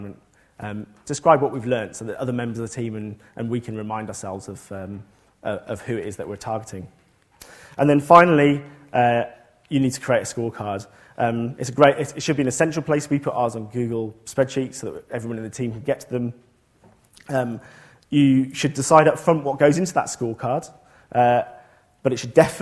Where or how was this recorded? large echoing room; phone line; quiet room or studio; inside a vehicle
large echoing room